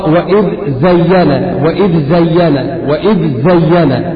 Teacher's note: فالذال من طرف اللسان مع اطراف الثنايا العليا، واما الزاي فهي من طرف اللسان ومن فوق الثنايا السفلى، فلا تقرا واذ زين، تقرا واذ زين، واذ زين، واذ زين، الذال لوحدها والزاي لوحدها.